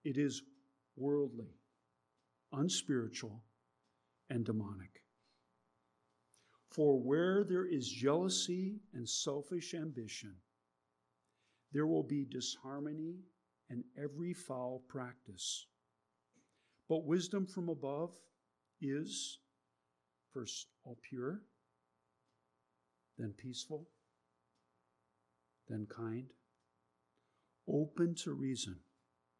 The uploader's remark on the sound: There is a low level buzzing in the recording. We tried to reduce the buzzing as best we could.